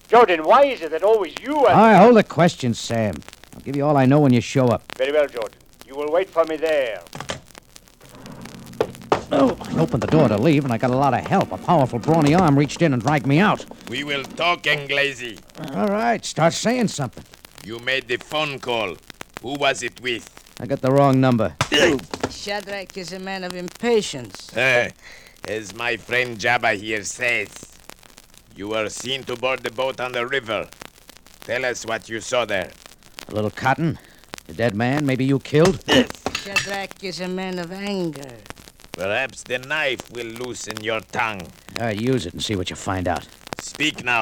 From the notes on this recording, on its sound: As these shows have been in the public domain for quite some time, the audio quality of these episodes can vary. Don’t adjust your dial… it’s most likely the audio file itself.